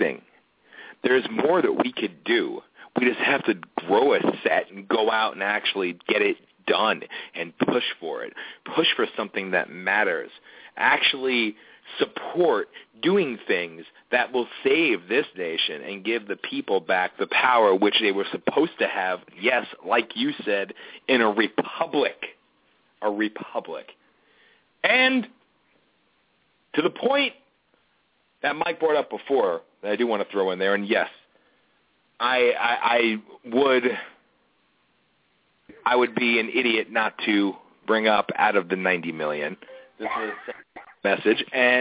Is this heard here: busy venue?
no